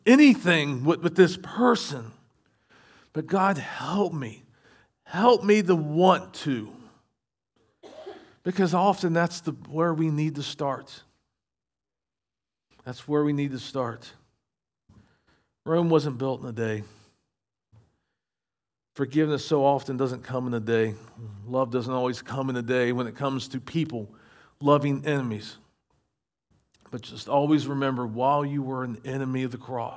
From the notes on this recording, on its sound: Recorded at Shenandoah Valley Baptist Church. SVBC Morning Service.